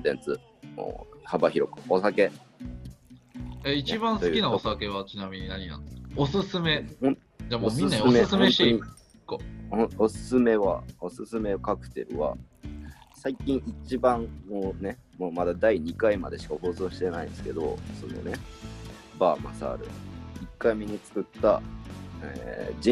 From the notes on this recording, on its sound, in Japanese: 私たちが住んでいる勝山は大雪状態により外出ができず、リモートでの収録となってしまい、お祭りなのにいつもより聞きづらい状態になってしまい申し訳ございません。